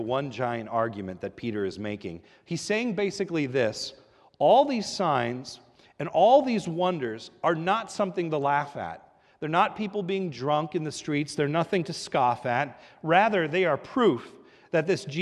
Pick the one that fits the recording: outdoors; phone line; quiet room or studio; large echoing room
large echoing room